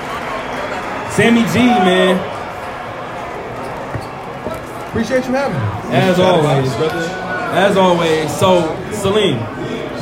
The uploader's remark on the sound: A live show from the stage in the middle of the Superbook at the Westgate Las Vegas Resort and Casino.